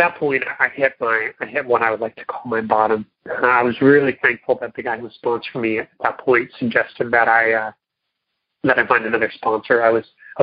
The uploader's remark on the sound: Monday Noon Phone Speakers Series